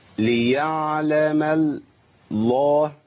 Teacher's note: برقق اللام الأولى وفخم الثانية